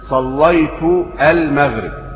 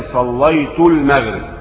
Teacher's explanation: فالألف هنا تسقط في النطق عند وصل الكلام · Shown in: second take · Term: ألف وصل